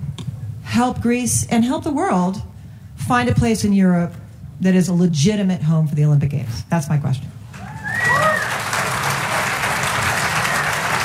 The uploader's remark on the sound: spoke at the Aspen Ideas Festival in Aspen, Colorado.